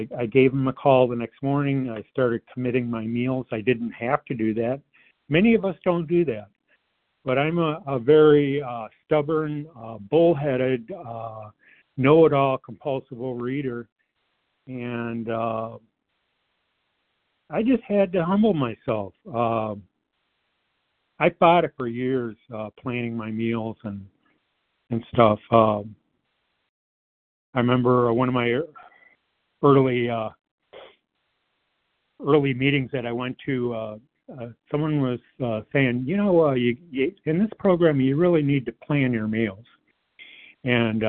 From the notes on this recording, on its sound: 100 Pounders Phone Meeting.